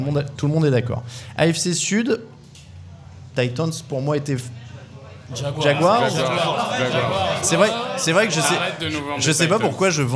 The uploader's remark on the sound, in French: Devant le public du Hard Rock Café, l'équipe du podcast Touchdown Actu se lance dans les prédictions.